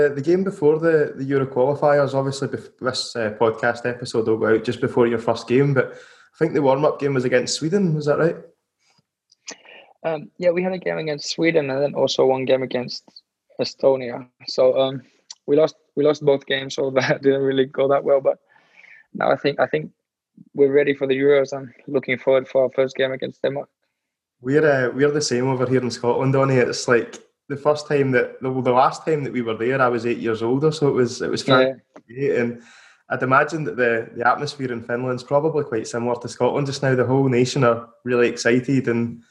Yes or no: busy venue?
no